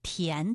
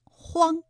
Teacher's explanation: 答案是田字，它有韵母安。这里啊还有一个后鼻音荒，韵母是昂。 · Term: 前鼻音